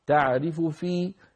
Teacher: تعرف في يسرع قليلا ويخفض · Term: الروم